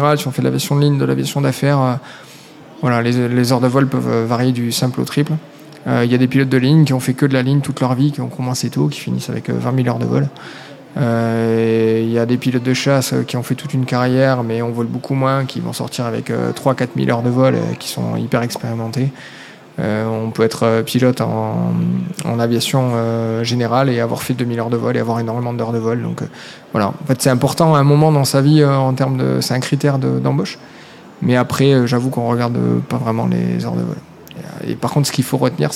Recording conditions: live audience